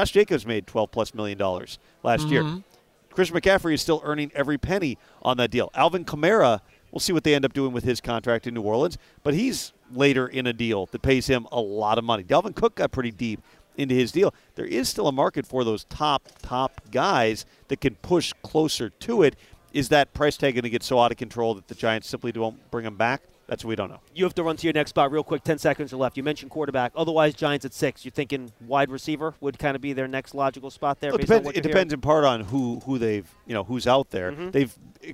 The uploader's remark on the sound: live from the NFL Combine